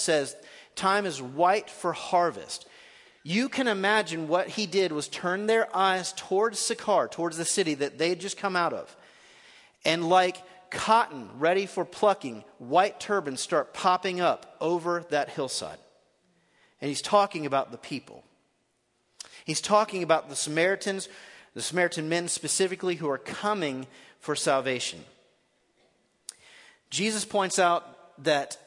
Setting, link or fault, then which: setting, live audience